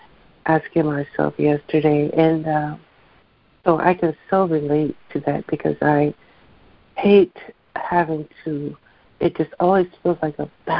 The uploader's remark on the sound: ACIM Daily Conference Call.